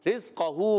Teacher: رزقہو میں را کو زا سے ملانا ہے، زا سیٹی کے ساتھ، را کے نیچے زیر، را باریک رہے گا